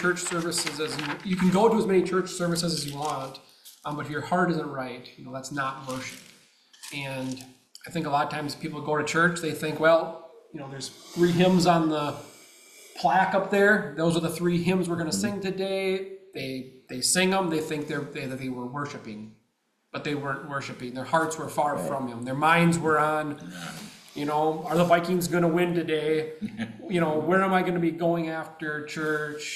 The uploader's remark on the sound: The Hiawatha Bible Chapel hosted the Panel Discussion on Hymns and the Words to the Hymns. Before we started the panel discussion, we played a short video on hymns (4-minutes long).